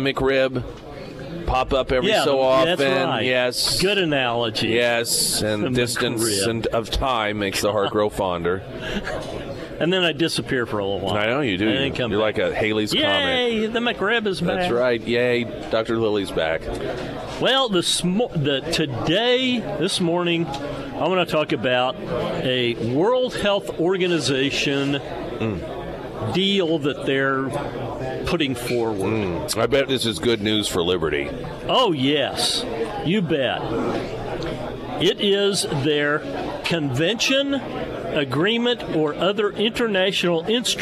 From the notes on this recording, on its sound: live at Scramblers Diner for Heroes Breakfast